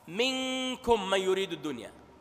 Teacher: تسمع النون كأنها قريبة من الإظهار